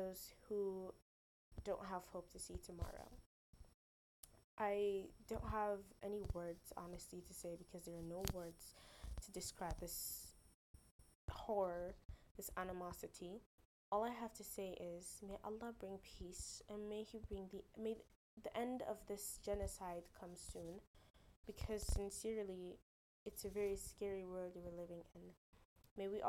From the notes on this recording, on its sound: I am sorry about sound the little tech skill died along with the podcast schedule.